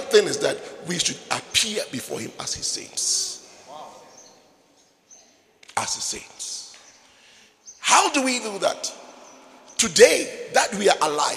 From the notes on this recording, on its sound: Preached at the International Sunday Service, Windhoek Namibia.